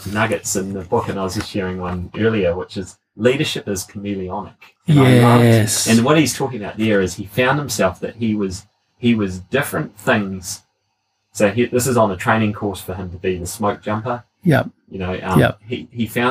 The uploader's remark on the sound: Apologies for the sub-par audio…we had a gremlin hijack the recording!